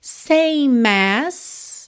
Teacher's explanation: ignora o E final de same, já junta o M no as